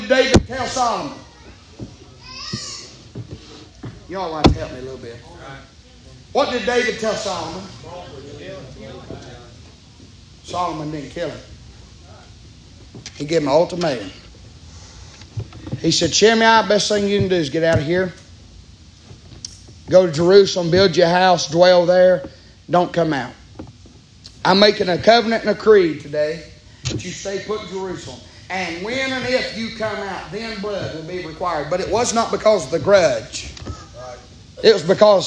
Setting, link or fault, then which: setting, large echoing room